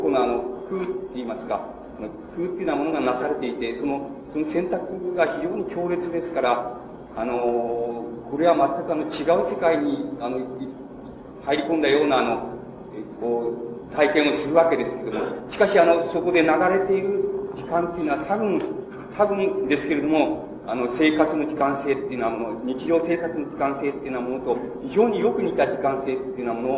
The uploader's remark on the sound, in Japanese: 場所：渋谷･東京山手教会。ドストエフスキー死後百年祭 で 行われた。全編に周辺ノイズが入っている。教会で行われたため音が響くが ライブ感あふれる録音。